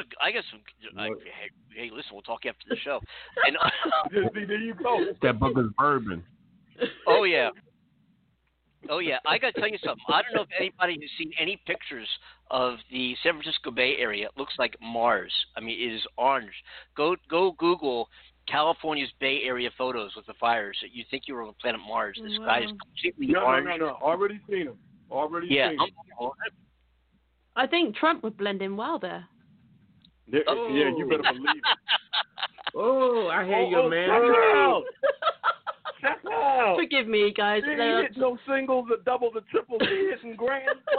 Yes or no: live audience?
no